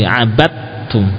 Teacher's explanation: Yang ada tasydid. Ya, berarti huruf dal ini tidak terbaca sama sekali · Term: idgham